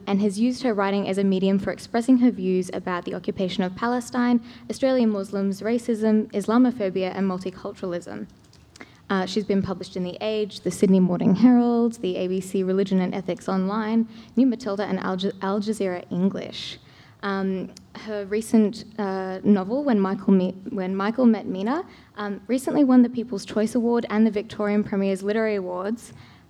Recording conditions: live audience